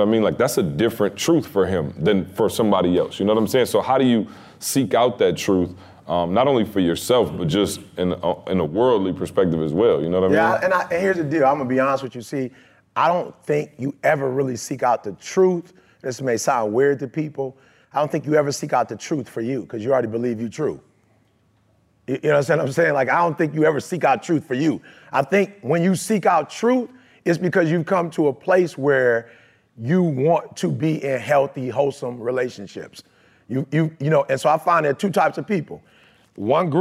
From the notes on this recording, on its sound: Participants of the ETA Game Changers Speakers Program got a chance to be the live audience for the guys. A great Q & A session with the audience.